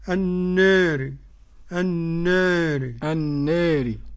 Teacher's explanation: النار قرأ ورش بالتقليل